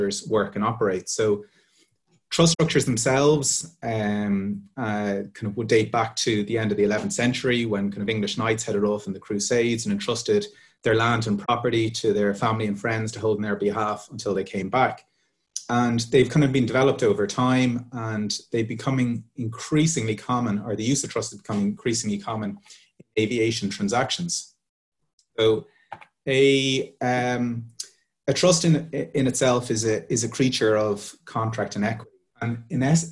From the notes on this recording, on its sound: This is a recording of APTN Zoom Call # 13 which took place on 25th June 2020.